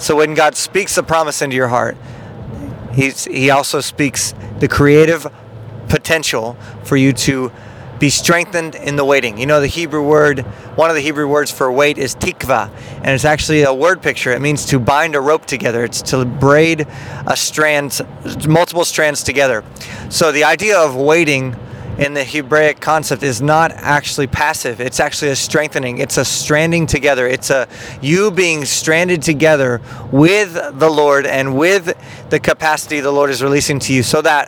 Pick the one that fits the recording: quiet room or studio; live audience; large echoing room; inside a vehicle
inside a vehicle